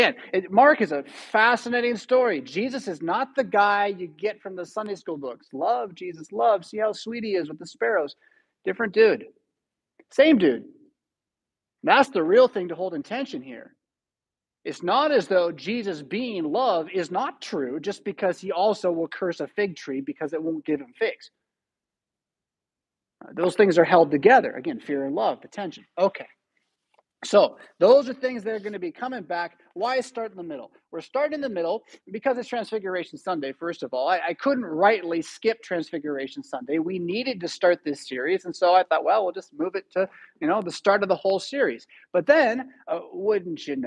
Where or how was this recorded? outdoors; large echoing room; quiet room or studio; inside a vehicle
large echoing room